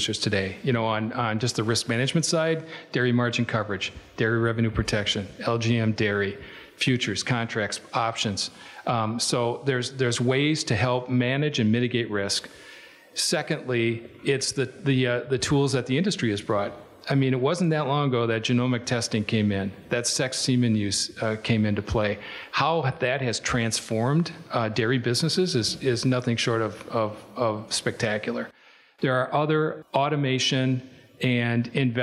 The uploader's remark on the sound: This episode of The Dairy Show contains the audio from the 2021 Expo Seminar.